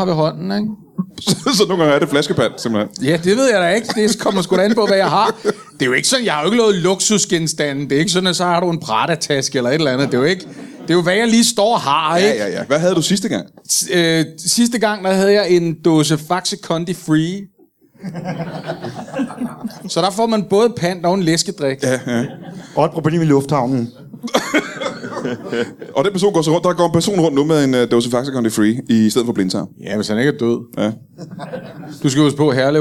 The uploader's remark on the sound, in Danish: LIVE fra Zulu Comedy Festival